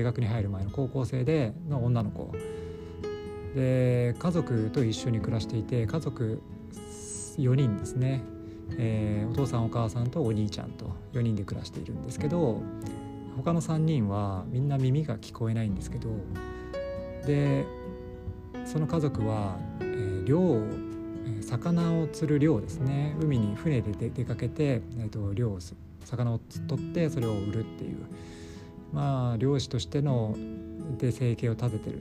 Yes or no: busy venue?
no